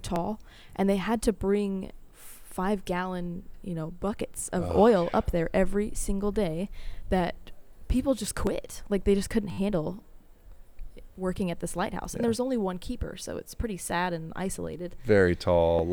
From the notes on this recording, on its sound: Recording this podcast at the physical site of each seaside sentinel. In the shadow of the lighthouses themselves!